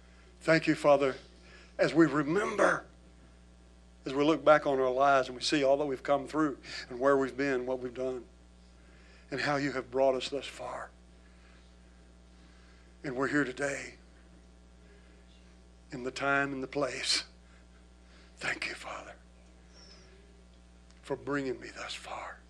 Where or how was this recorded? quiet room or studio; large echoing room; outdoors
large echoing room